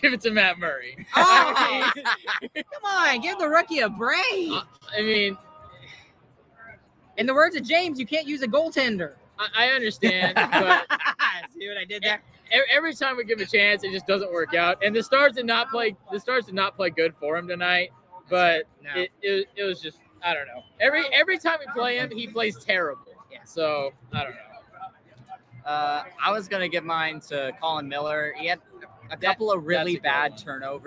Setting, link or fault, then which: setting, busy venue